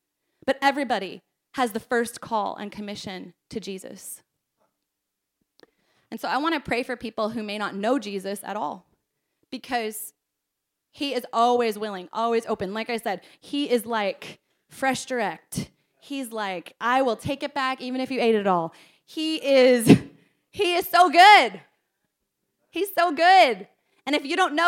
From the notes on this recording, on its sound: This message was preached at our Combined Service